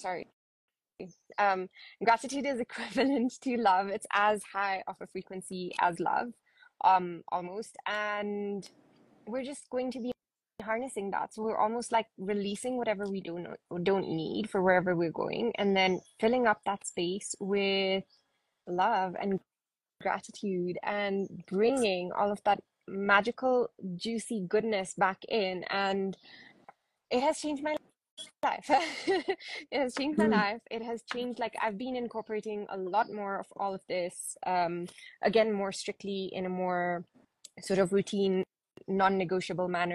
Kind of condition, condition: link, video call